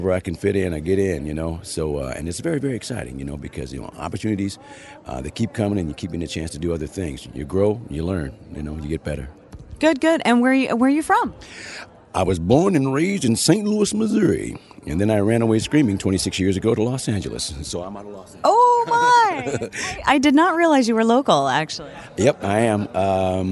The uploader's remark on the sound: LIVE from V.O.I.C.E. 2012 in Anaheim, CA